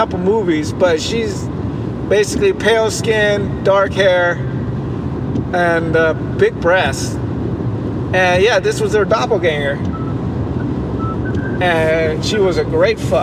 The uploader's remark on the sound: Live drive. While driving to tijuana.